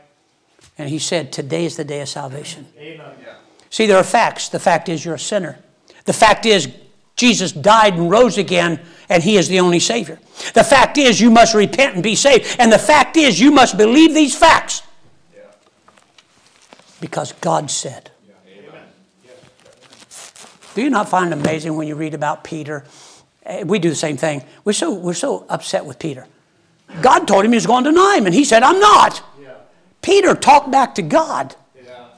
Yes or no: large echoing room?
yes